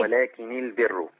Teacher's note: فلما تبقى النون مخففه لما يوصلها ورش بالكلمه اللي بعدها يكسرها · Term: النون مخففة